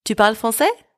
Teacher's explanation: by using intonation, you raise your voice at the end of the sentence